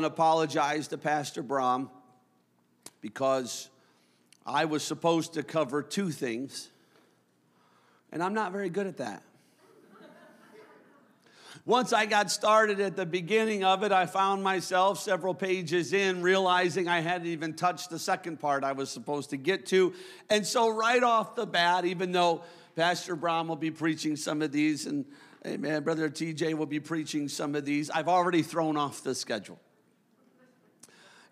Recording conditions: large echoing room